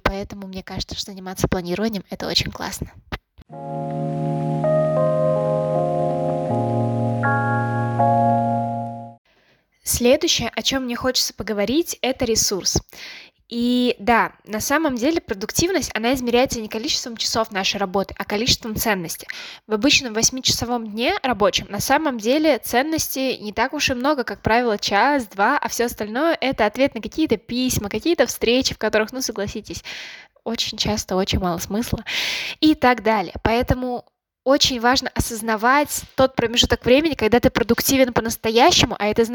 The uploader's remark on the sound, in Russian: ПРОШУ ПРОЩЕНИЯ ЗА ЗВУК И ШУМЫ НА ФОНЕ. Это глюк микрофона и Ама(мой котенок).